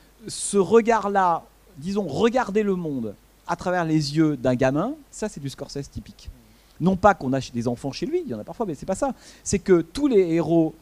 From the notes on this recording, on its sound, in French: suite à la projection du film le mercredi 6 janvier 2016 au Centre des arts d'Enghien-les-Bains